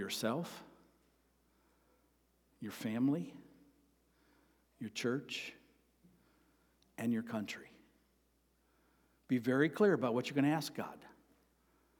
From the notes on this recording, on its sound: Sermon preached on Sunday, March 19, at Avondale Baptist Church.